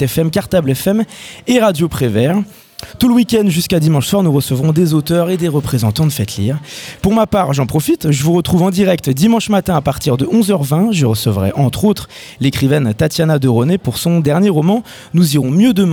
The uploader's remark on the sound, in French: L’émission diffusée en direct du petit théâtre des quinconces